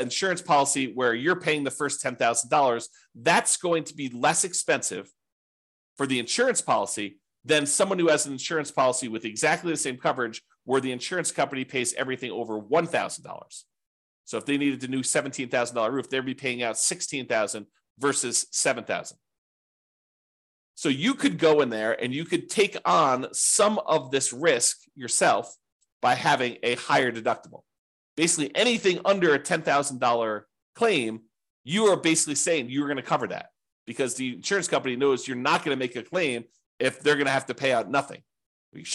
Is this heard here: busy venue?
no